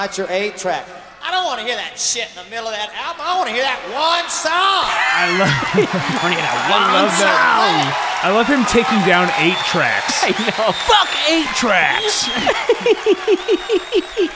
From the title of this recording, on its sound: Recorded Live